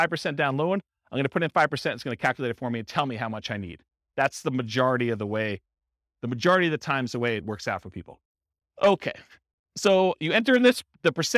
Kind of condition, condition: setting, live audience